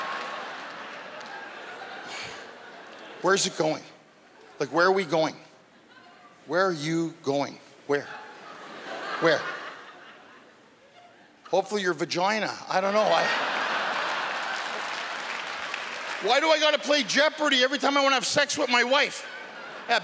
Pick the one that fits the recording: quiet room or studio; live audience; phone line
live audience